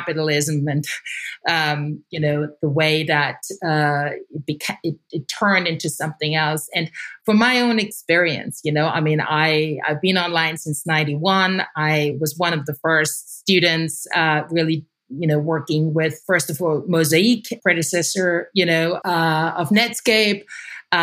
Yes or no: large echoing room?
no